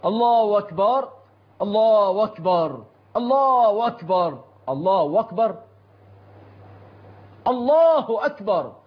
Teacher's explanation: إبدال همزة أكبر بواو